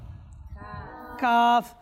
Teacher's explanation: জিহ্বার গোড়া তালুর শক্ত অংশ থেকে উচ্চারিত হয়।